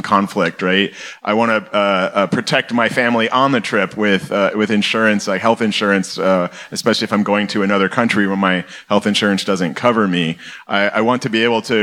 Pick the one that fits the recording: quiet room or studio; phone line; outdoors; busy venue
busy venue